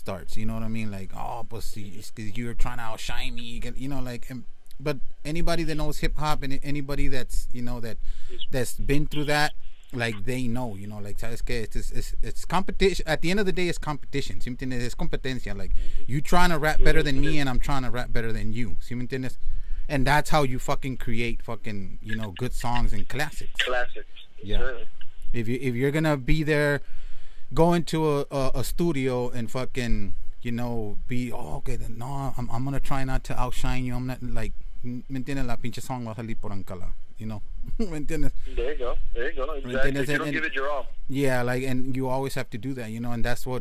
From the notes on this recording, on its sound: Phone interview.